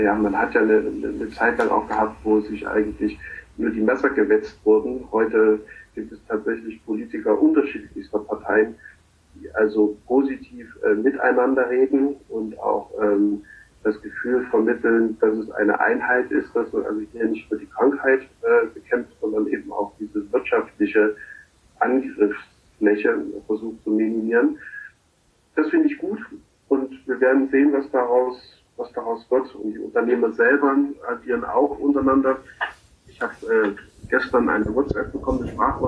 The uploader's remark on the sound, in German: Eine zoom-Konferenz. Home-Office Edition.